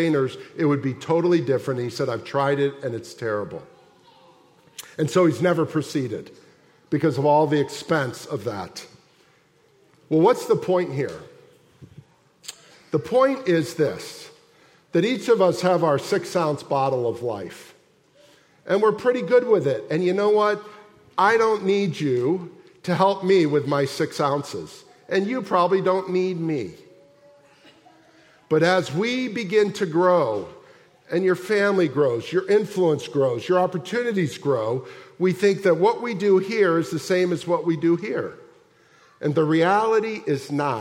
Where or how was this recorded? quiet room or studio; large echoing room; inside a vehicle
large echoing room